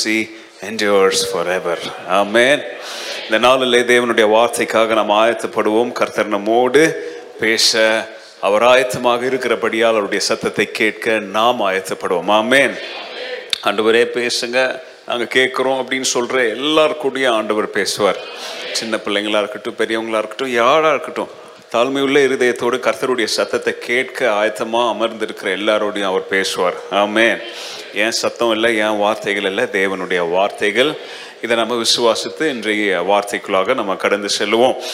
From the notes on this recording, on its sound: Sunday Second Service Sermon Live